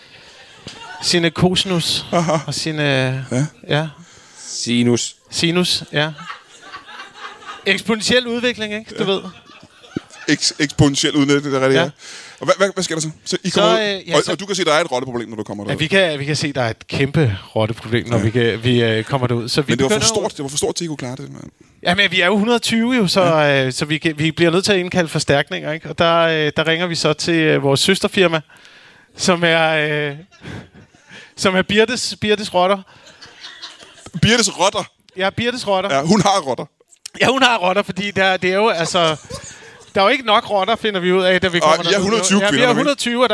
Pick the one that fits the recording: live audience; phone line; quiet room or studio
live audience